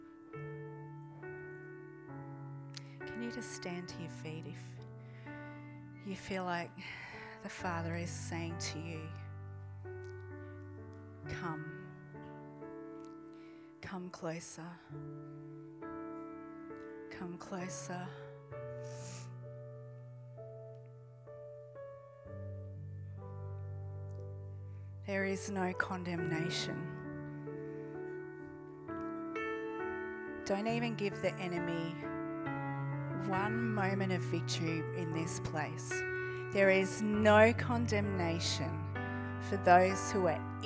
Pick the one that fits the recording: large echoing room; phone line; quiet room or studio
large echoing room